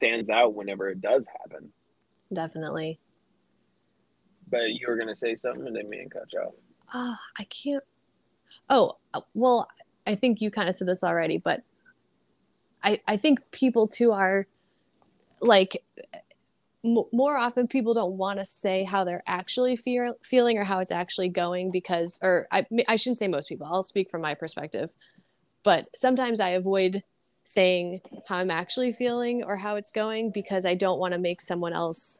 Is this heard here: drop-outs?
yes